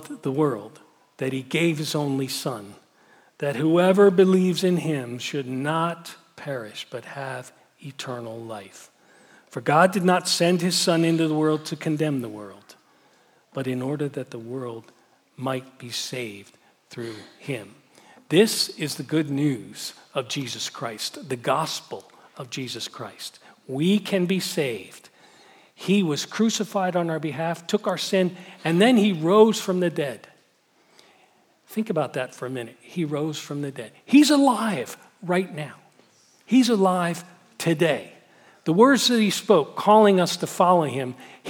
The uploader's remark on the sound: Message Preached at Valley Creek Church